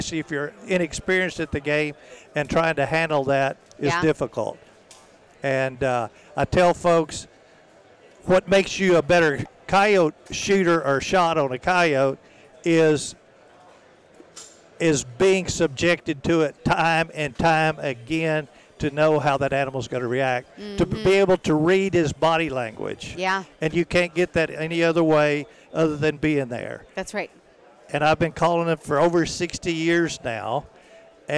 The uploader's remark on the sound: recorded at the NRA Show